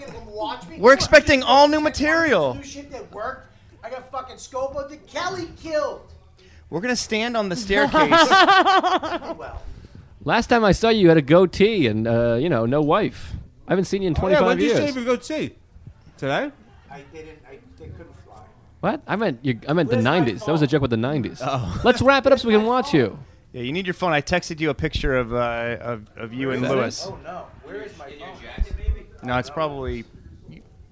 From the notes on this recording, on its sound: Recorded backstage at the Jersey City Comedy Festival.